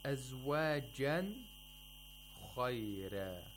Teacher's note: So you have to pronounce the noon of the tanween completely · We have ilhar of nun sakina because there is a letter of the throat after the tanween. That is kha.